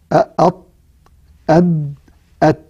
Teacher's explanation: طرف اللسان فيه مجموعة مخارج، منها طرف اللسان مع أصول الثنايا العليا ويخرج منه الطاء والدال والتاء، وهذه الحروف تسمى نطعية.